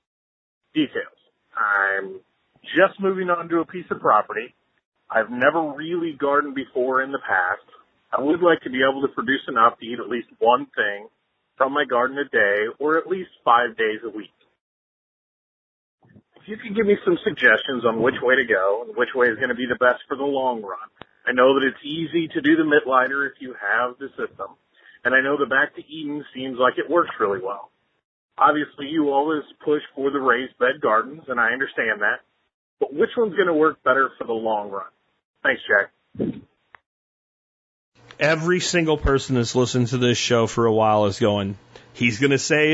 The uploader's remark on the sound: Today I take your phone calls